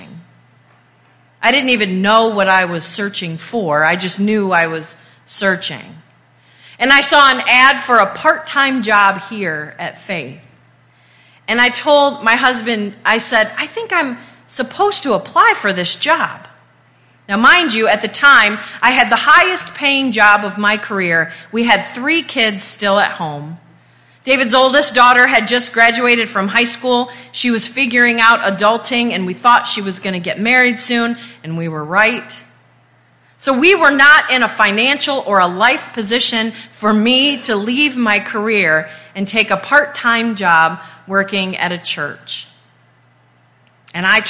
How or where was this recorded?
large echoing room